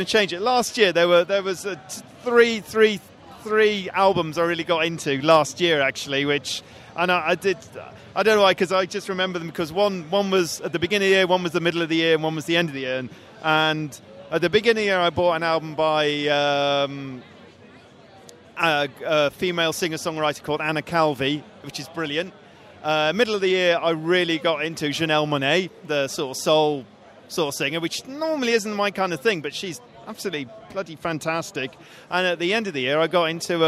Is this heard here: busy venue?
yes